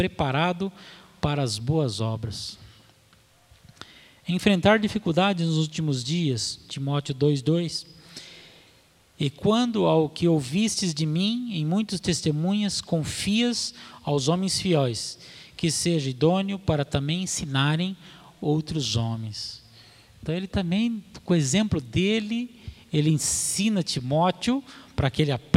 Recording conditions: large echoing room